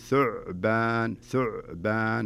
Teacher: تمسك العين شوية ما يصير فيها قلقلة